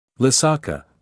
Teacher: the last syllable rising, not necessarily stressed